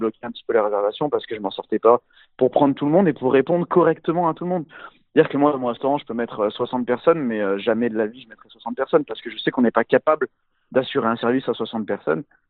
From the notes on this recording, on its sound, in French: Au téléphone